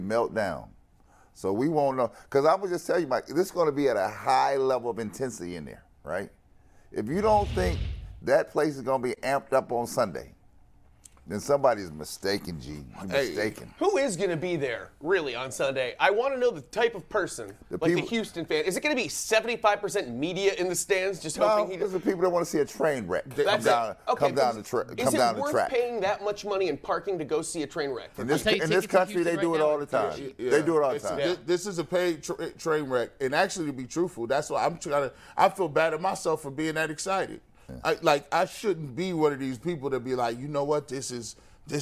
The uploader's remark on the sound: the show live from The Clevelander Bar & Grill